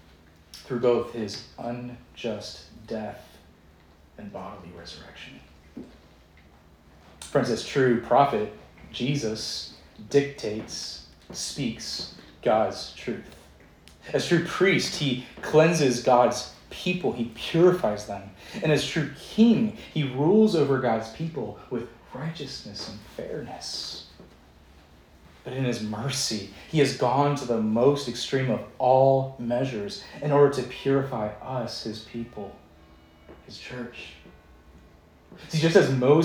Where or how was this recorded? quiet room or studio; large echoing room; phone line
large echoing room